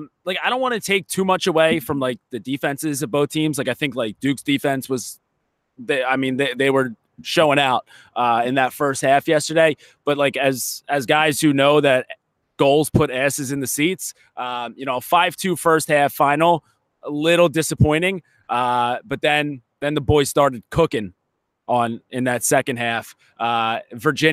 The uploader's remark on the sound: live from the field